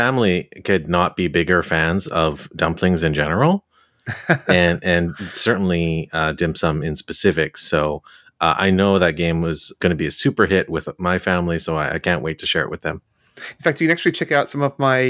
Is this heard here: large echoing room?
no